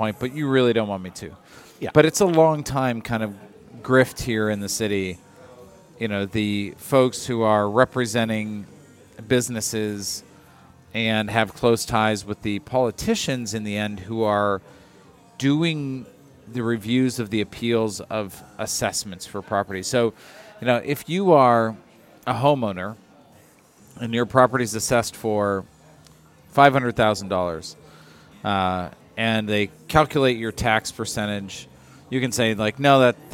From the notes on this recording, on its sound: On this episode recorded at Begyle Brewing